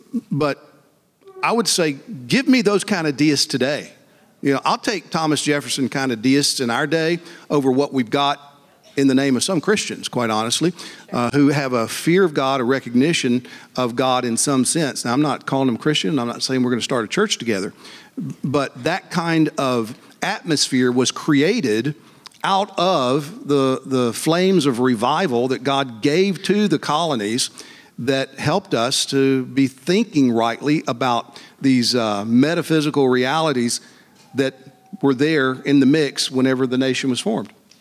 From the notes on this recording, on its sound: LIVE at the 2024 Founders Conference. A LIVE show that was filmed at the 2024 National Founders Conference.